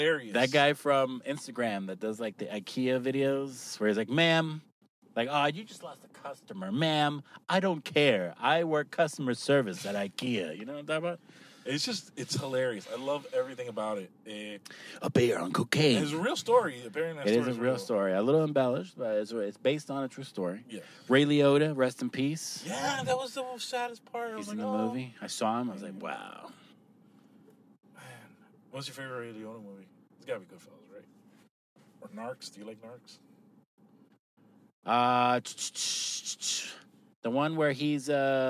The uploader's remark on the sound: We are in the car.